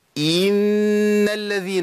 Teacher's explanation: جيت عند كسرة الهمزة وولدت منها حرف مد · Term: توليد حرف